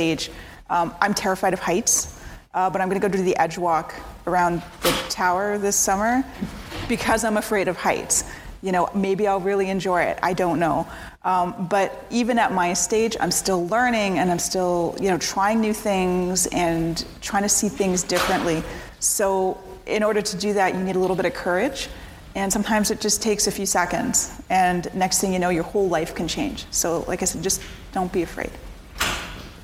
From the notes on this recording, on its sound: a panel discussion recorded at the Perimeter Institute on March 8th for International Women’s Day